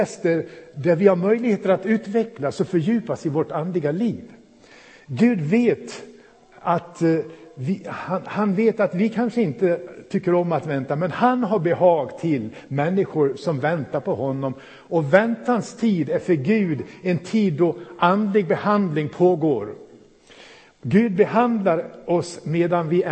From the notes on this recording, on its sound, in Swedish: Inspelad i Pingstförsamlingen i Mölndal 2017-01-08.